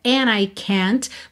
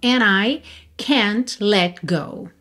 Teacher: é muito comum também omitir esse D e juntar o N de and direto na próxima vogal